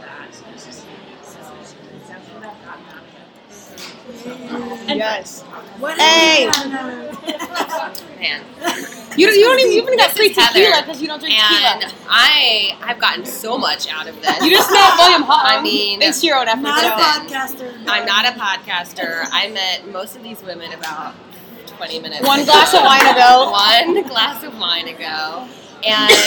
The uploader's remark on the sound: I had to take the opportunity to gather my new casting BFF’s and cast at the event… ordered a 1.75 of (QUALITY) tequila, a couple pizzas, and pressed record! The background noise is a character in itself and we have some special guests drop.